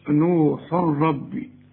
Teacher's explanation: نوح تنوين وبعد راء، كل تنوين بعد راء ما تغنش